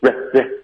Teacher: Red bottom 这个首先你的嘴巴没张开 rock 你发的是 red 嘴巴没张开，结尾的停顿呢你没有靠舌根导致停顿，你是靠气流